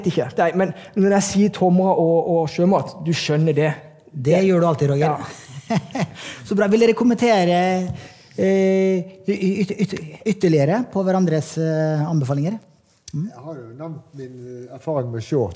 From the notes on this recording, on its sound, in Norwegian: Dette lydsporet er hentet fra #pengepodden LIVE, som fant sted på Oslo Event Hub